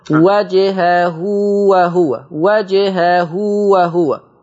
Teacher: مد صلة صغرى يمد بمقدار حركتين فقط